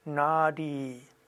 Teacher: Und eigentlich ist A und I lang, also Nadi, Nadi. Und das D ist zerebralisiert, also die Zunge oben